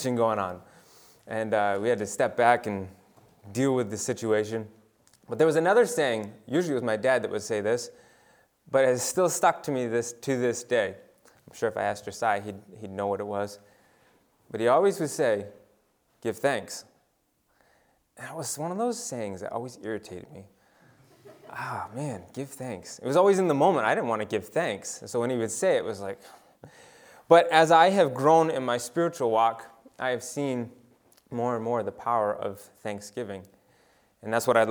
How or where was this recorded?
large echoing room